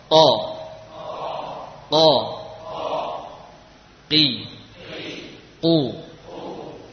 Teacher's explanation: Ya, yang namanya pangkal adalah sepertiga bagian lidah yang belakang, kemudian yang sepertiga kedua itu adalah tengah-tengahnya, dan sepertiga yang berikutnya adalah ujung. Maka huruf qaf berasal dari pangkal lidah paling belakang